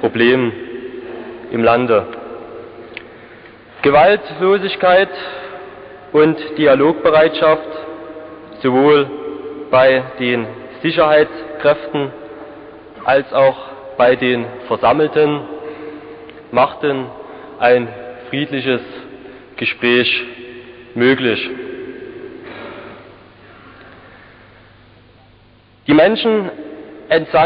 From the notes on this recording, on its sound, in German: Eine historische Aufnahme. Eine der Kirchen war die ehemalige Hofkirche, die Kathedrale des Bistums Dresden-Meißen. In der Sakristei der Hofkirche wurde damals auf BASF-Musikkassetten ein Audio-Mitschnitt dieser Veranstaltung angefertigt.